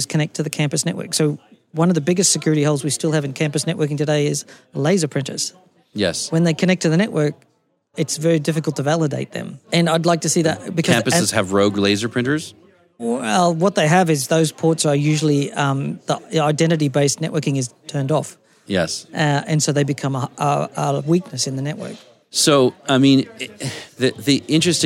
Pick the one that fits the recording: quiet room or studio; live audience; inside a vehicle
live audience